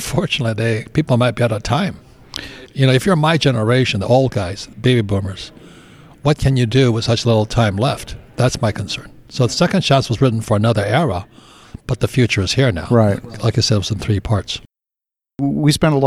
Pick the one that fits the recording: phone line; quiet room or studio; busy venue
busy venue